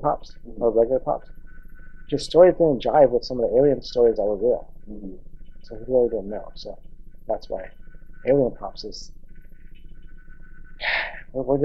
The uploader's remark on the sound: Sorry for the Audio.